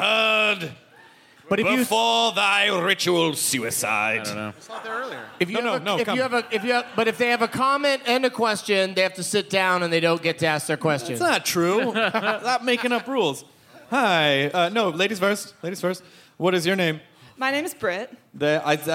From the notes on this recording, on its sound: It's the Nerdist live from the Twin Cities!